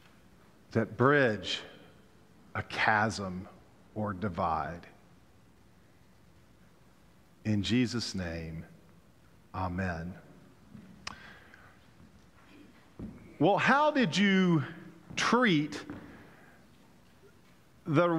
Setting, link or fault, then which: setting, large echoing room